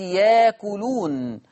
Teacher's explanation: عندنا إبدال الهمز الساكن، الهمزة الساكنة أبدلها بحرف مد، واتفقنا إن الهمزة الساكنة تبدل بحرف مد لما تكون مسبوقة بحرف من 7 أحرف، الياء والتاء والنون والميم والفاء والواو وهمزة الوصل.